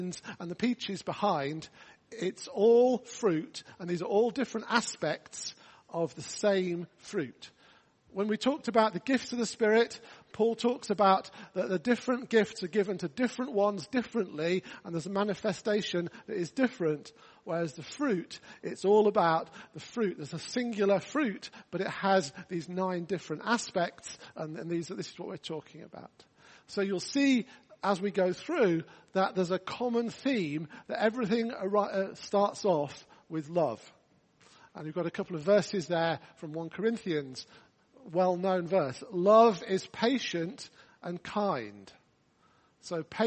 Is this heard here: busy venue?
no